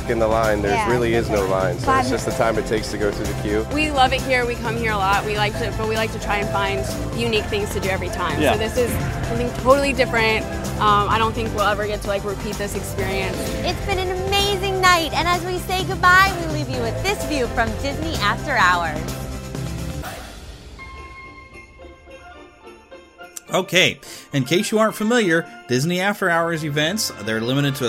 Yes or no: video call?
no